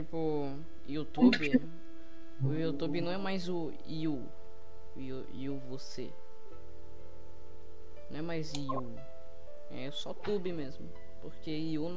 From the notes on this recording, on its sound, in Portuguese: Desculpa pela Qualidade pq meu fone é ruim e minha Internet estava ruim